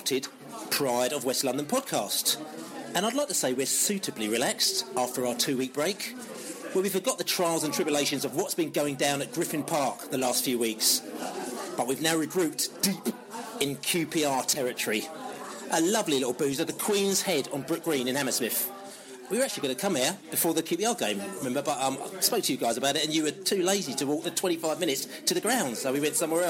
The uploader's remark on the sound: The Beesotted crew hooked up on the edge of QPR territory - at the Queens Head Pub in Brook Green, Hammersmith. In the pub. On the phone.